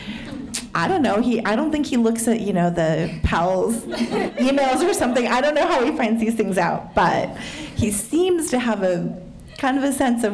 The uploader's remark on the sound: This conversation was recorded in front of a live audience at Literary Arts.